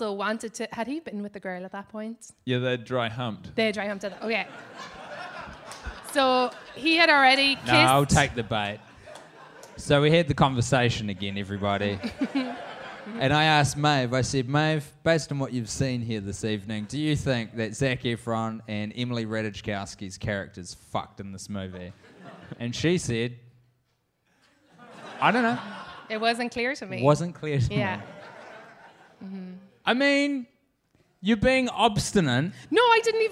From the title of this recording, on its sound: NYC Live